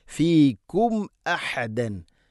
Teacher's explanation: ഫീകും അഹദൻ സാക്കിന മീമിന് ശേഷം ഹംസ വന്നാൽ ഇദ്ഹാറാണ്, വെളിവാക്കി ഉച്ചരിക്കണം. ഫീകും അഹദൻ അബദ അഹദൻ അബദ അല്ല അഹദൻ അബദ.